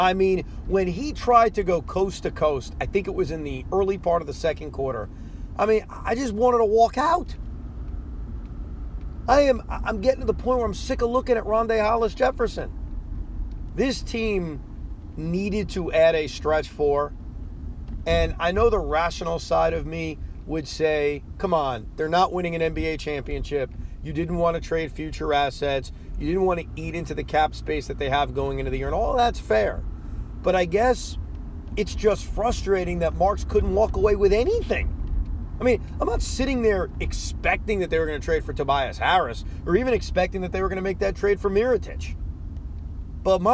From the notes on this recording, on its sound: While driving home from Barclays Center.